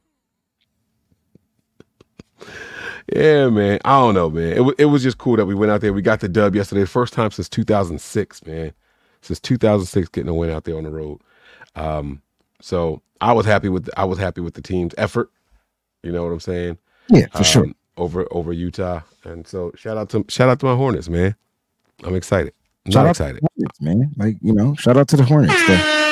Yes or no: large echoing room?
no